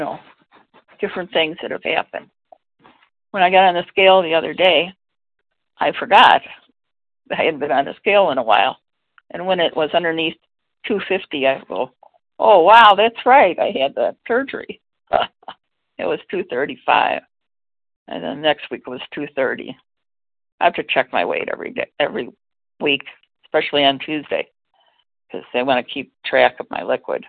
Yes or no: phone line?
yes